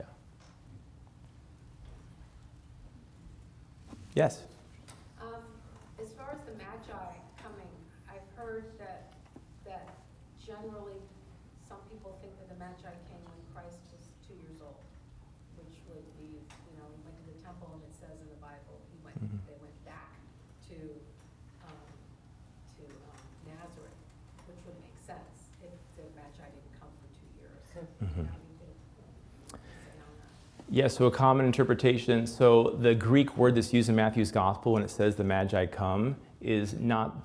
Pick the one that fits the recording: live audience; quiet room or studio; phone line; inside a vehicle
live audience